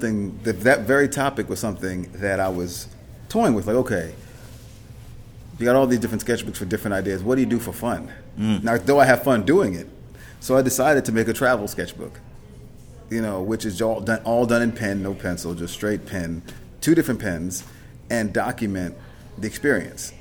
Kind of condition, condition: setting, busy venue